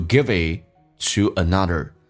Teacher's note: If you wonder to give it toanother， give it 连音，而且 give it 的 T 不发音，后面是以辅音开头，这叫略音